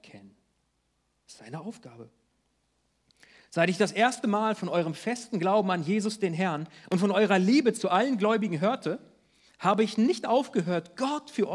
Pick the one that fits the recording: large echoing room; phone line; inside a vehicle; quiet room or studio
large echoing room